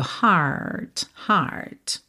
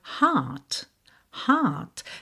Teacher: Já no Reino Unido, de maneira geral, eles não costumam fazer esse R enrolado, tá? Esse R que vem depois de uma vogal. O que eles fazem é um prolongamento dessa vogal. · Shown in: second take